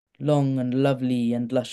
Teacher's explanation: And so there, I think that line is a really good example, because it's got the ee, the long vowels of the weeds and the wheels, and then shoot, so a long oo vowel, and then long and lovely and lush. It's without interruption of any kind of hard consonant. So again, it's that all those sounds throughout that line have the sense of long sort of embedded in them.